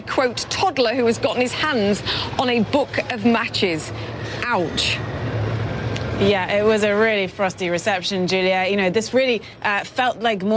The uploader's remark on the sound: live from the New York Stock Exchange